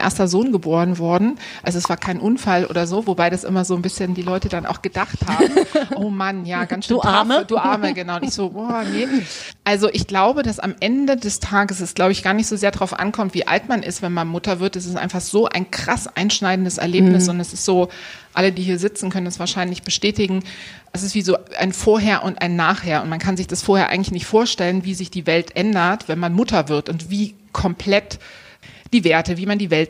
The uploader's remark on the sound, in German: Live-Podcast.